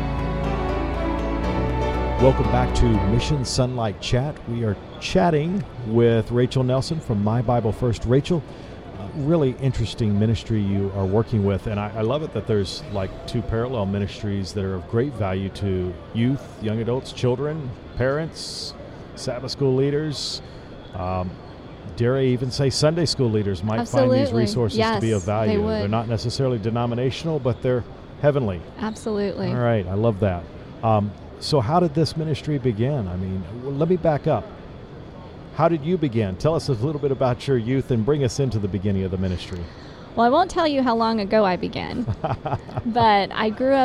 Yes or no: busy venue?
yes